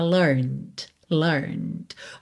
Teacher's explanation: basicamente você coloca um Dzinho depois do N. Então é um som bem sutil. Às vezes você nem escuta, se aqui fosse tudo ligadinho, I learned from you, você nem ouve.